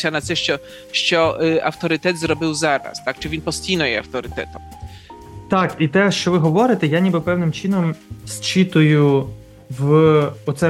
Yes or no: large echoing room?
no